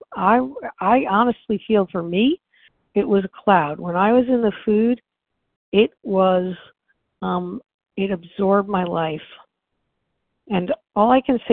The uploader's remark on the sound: from the 100 Pounders Phone Meeting